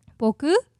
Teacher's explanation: So this is low to high.